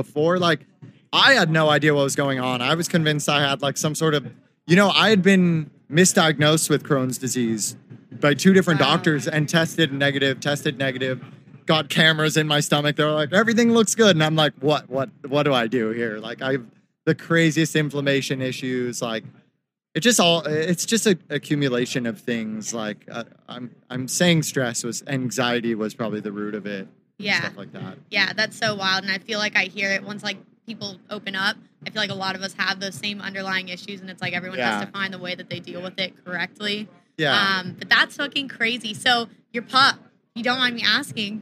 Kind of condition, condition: setting, busy venue